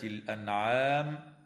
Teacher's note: وقالوا ما في بطون هذه الأنعام خالصة لذكورنا ومحرم على أزواجنا، تظهر النون الساكنة عند العين في كلمة الأنعام